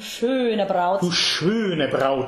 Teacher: The long closed umlaut sound